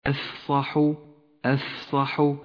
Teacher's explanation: صفة الهمس لحرف الفاء في كلمة أفصح أفصح، لا بد من همسها لتتوضح وتتقوى